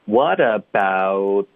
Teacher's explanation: 有没有看到我撅着嘴发呜，然后舌头就在上下齿之间出现了，堵住这个气流导致停顿 · Term: 咬舌尖